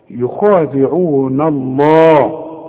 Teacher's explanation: لفظ الجلالة اللام دائما مدام مفتوح مفخمة